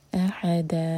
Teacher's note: فتح کی تنوین پر رک رہے ہیں تو یہ ہوگا مد عوض عن التنوین